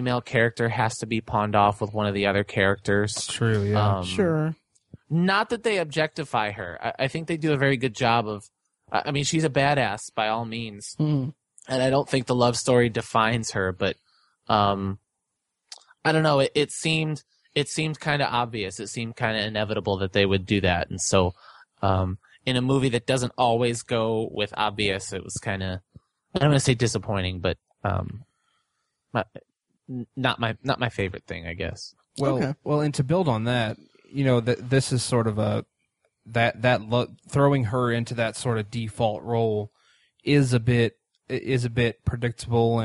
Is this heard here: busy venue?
no